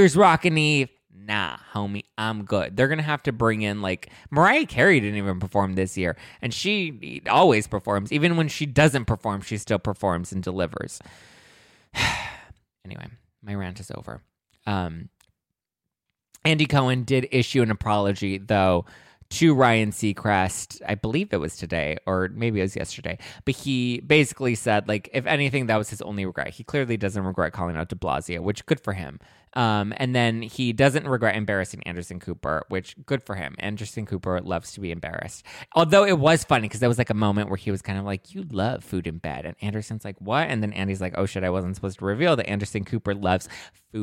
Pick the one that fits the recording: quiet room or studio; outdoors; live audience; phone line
quiet room or studio